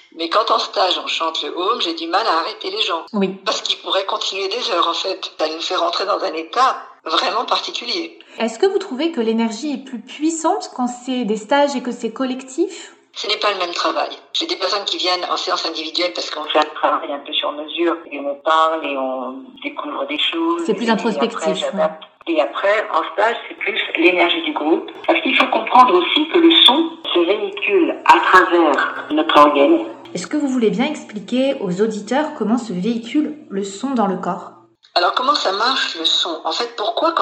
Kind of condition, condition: link, phone line